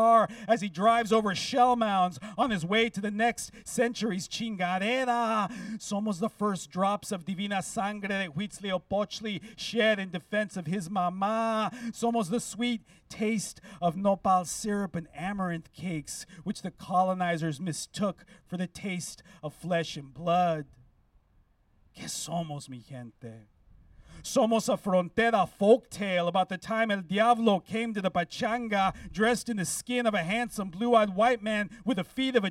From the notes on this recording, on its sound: Recorded live at the steps of the San Francisco downtown public library last week.